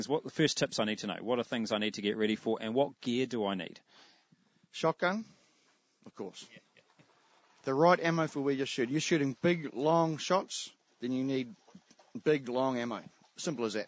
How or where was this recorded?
outdoors